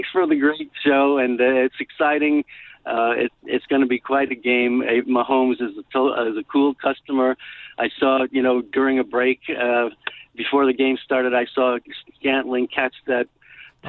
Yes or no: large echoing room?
no